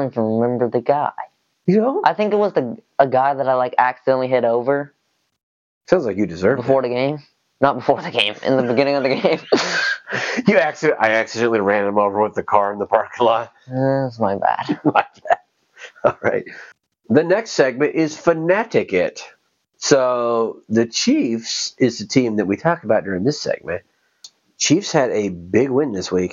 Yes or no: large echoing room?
no